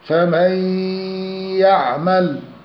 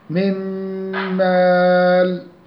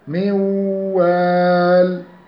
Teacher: وللإضغام أقسام، وينقسم الإضغام إلى قسمين: أولا إضغام بغنة وحروفه أربعة مجموعة في كلمة ينمو، فإذا وقع أي حرف من هذه الأحرف بعد النون الساكنة في كلمتين أو التنوين ولا يكون إلا في كلمتين وجب الإضغام بغنة بقدر حركتين